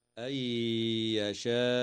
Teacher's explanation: وتدغم النون الساكنة في الياء مع الغنة